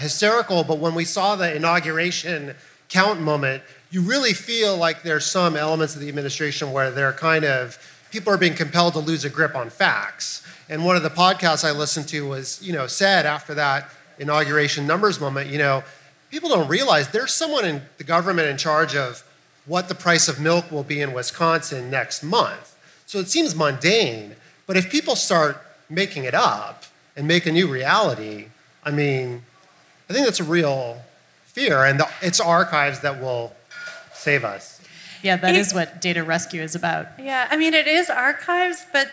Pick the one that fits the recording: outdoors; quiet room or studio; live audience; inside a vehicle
live audience